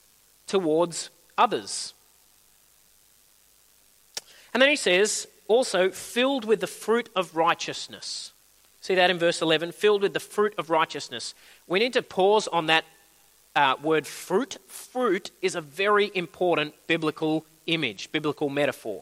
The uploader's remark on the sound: At a Church in the Graveyard service